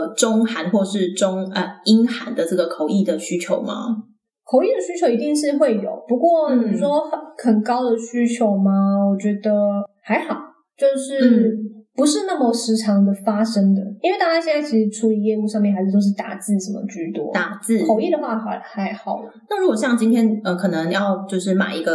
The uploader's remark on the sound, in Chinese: 本集節目的收音狀況不佳，請大家多多見諒